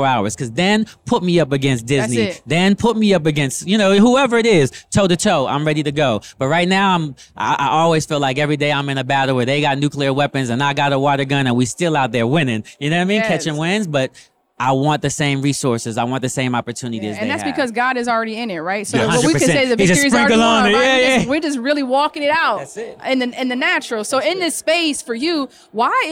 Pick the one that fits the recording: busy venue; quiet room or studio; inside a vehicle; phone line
busy venue